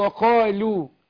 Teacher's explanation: هي اللام فيها انحراف بينحرف طرف اللسان المخرج اللي جنبه